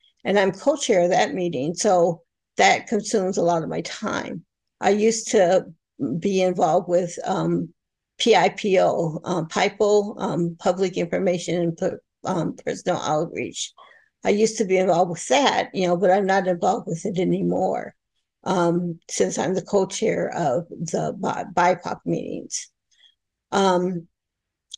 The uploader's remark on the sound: Saturday Online Meeting. This recording is from an Overeater Anonymous H.O.W.